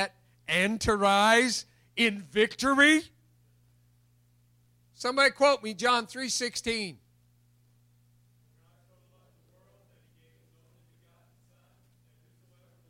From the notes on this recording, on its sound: recorded April 4, 2021 at Open Bible Church in Lawrenceburg, KY